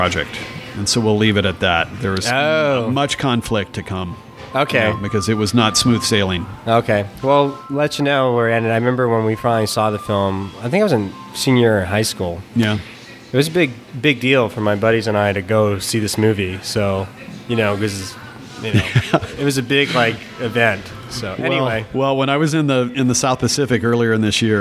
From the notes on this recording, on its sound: RECORDING LOCALE Maher’s Irish Pub 352 B Ave. Lake Oswego, OR 97034.